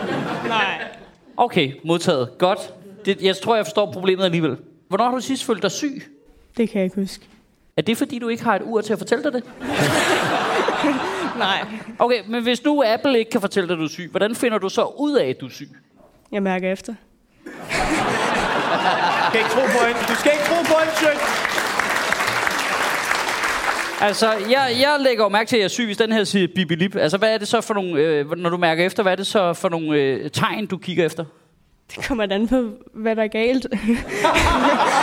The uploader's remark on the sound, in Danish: Optaget live på Comedy Zoo